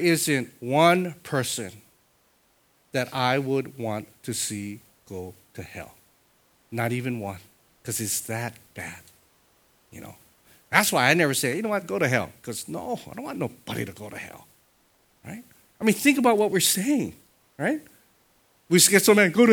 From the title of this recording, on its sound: Sunday Worship Service